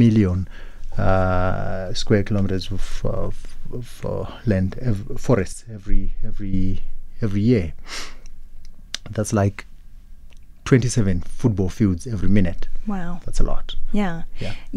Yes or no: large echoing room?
no